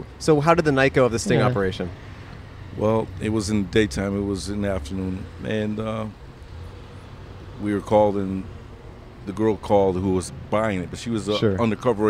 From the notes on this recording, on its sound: Recorded on Brand Blvd in Glendale, California.